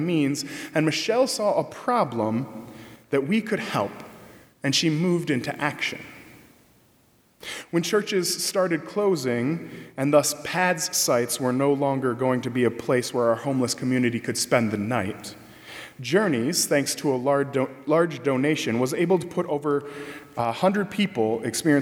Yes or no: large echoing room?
yes